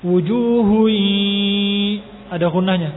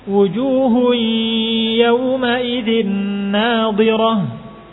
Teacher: Maka ketika di idgham, dengan idgham yang naqis, maka gunnah masih tersisa.